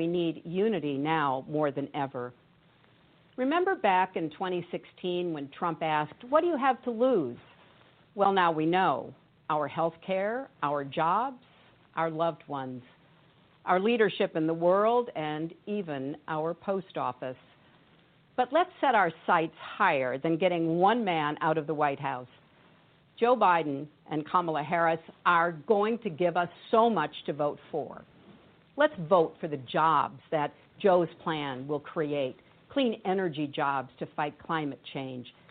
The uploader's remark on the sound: On opposite coasts in the USA. It is a live call in show.